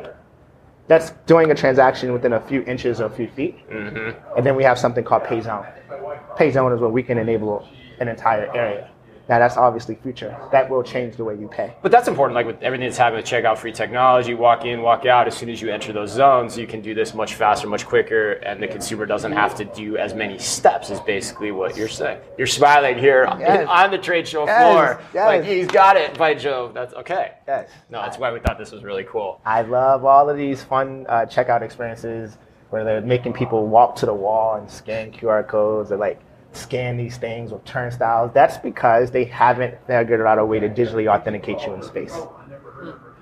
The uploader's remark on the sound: Live from Groceryshop